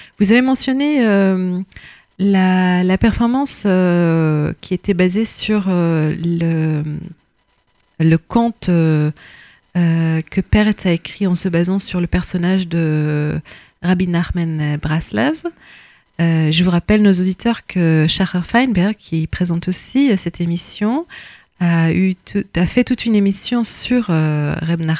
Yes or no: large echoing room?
no